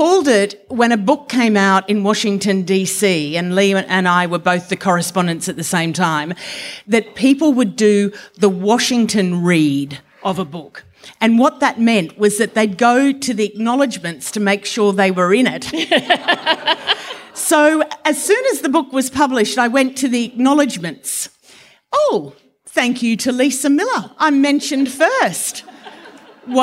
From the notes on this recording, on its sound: Over an intimate dinner at award-winning winery Montalto. This event was recorded on Friday 6 October 2023 AT Montalto as part of Spring Fling.